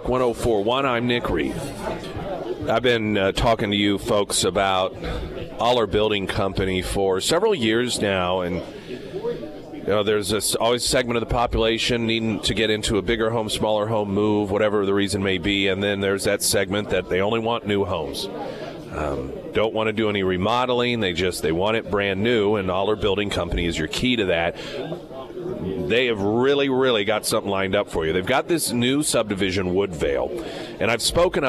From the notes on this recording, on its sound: live at Scramblers Diner for Heroes Breakfast